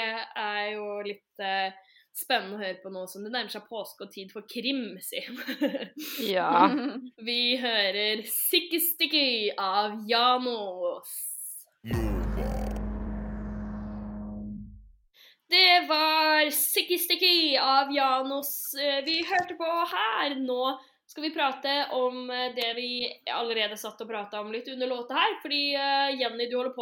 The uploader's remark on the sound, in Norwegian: vi innser også at lyden er for dårlig for lufta